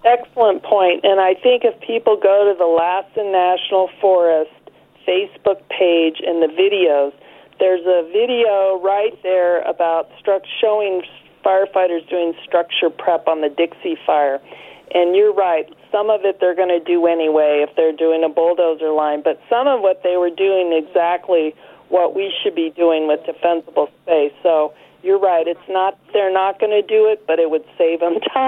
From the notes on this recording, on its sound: calling into the Garden Forum